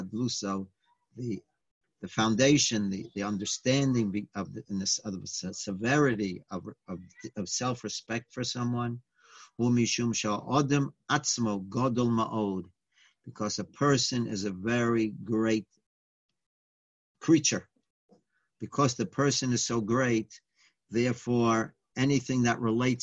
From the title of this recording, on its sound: Live On Zoom